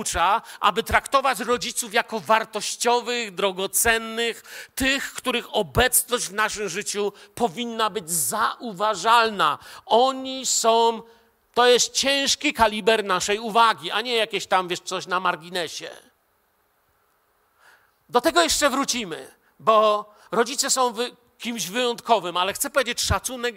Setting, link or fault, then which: setting, large echoing room